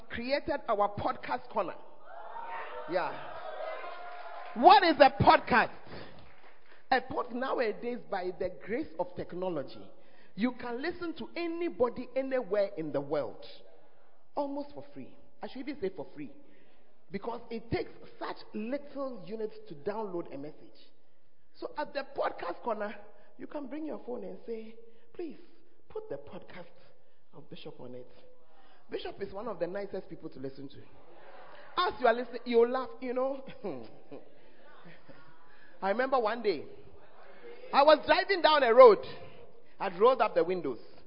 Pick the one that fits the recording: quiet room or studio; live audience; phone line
live audience